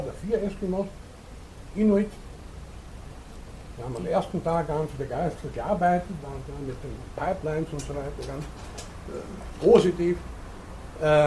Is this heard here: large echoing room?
yes